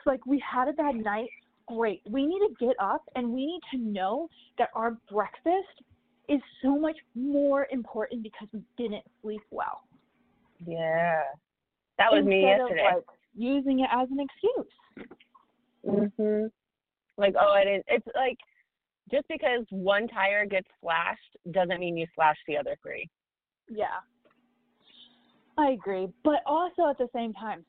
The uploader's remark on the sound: We are still trying to perfect the audio because this is literally a typical phone call between us.